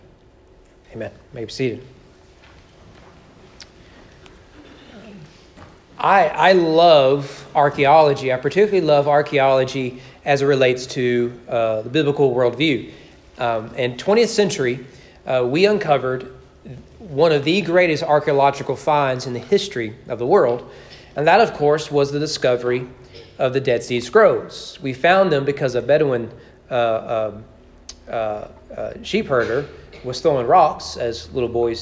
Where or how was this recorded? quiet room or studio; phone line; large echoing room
large echoing room